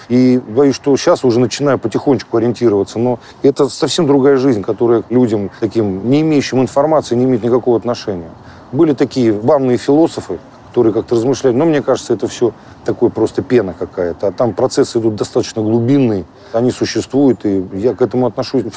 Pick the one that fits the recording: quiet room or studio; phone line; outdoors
outdoors